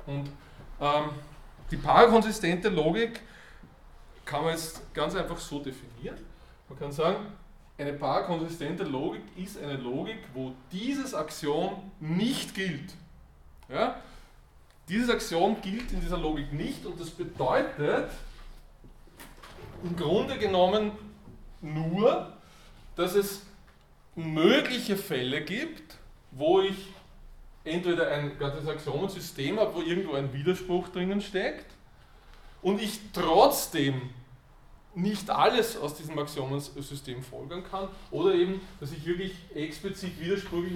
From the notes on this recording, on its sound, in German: Diese Vorlesung wurde von Studierenden aufgenommen